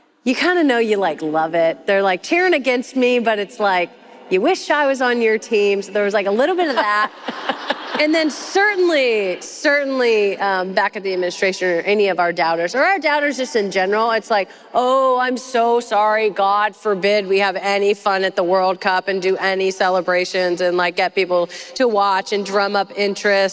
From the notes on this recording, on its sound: This live episode was recorded at the Massachusetts Conference For Women.